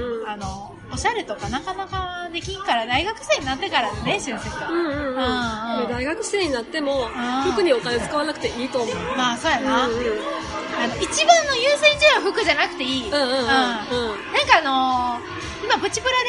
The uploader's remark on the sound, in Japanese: 中盤からカフェのBGMが大きくなってしまい、お聞き苦しい部分もあるかと思います。